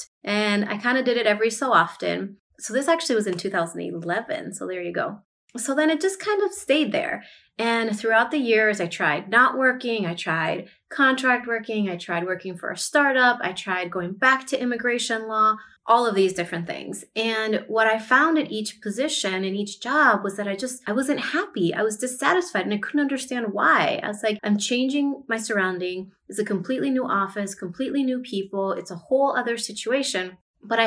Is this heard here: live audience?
no